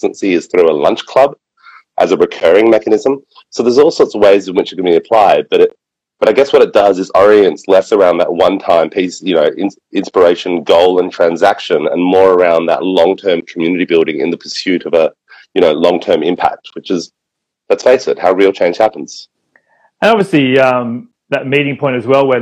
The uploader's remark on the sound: In this episode we cut to a quick call with one of the founders of Seeweedery.